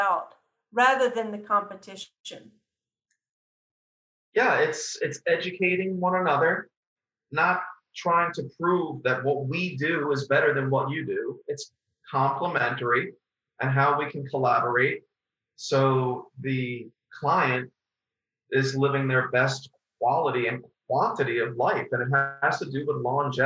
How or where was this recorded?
video call